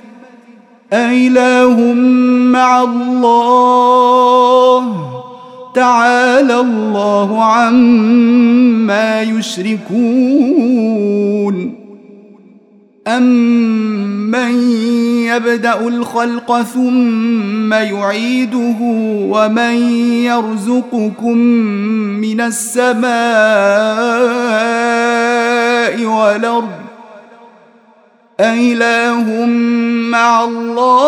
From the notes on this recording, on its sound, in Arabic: مسجل من صلاة التراويح بمسجد السلام بحي مشرفة بجدة.